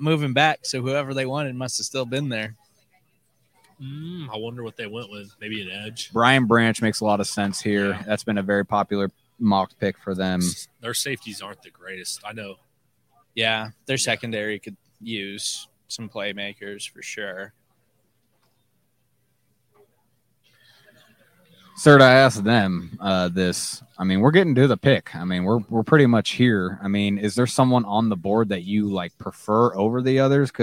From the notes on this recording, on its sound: Live from the NFL Draft in Kansas City. We covered the entire first night of the NFL Draft from start to finish.